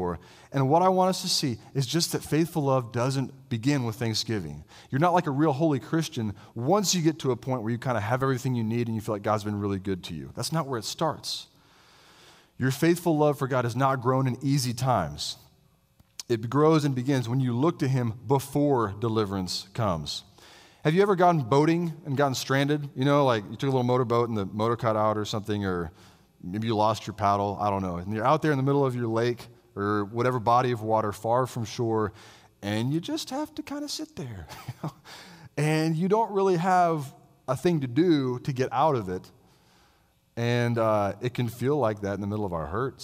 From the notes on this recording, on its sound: I delivered this sermon as a guest preacher at Christ the King Presbyterian Church in Roanoke, VA.